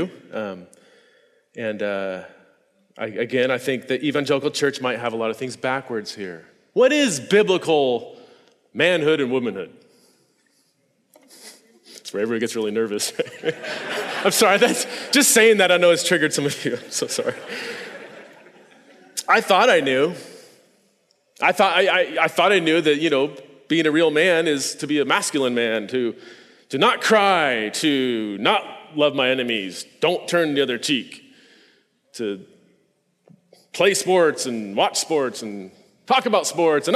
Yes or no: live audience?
yes